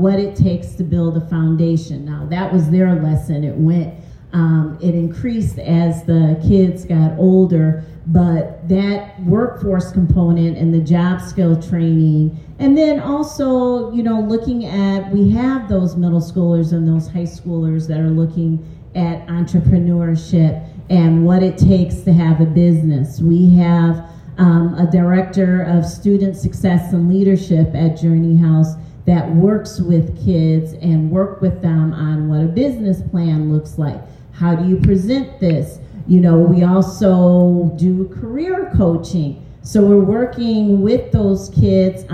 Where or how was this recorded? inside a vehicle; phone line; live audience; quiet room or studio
live audience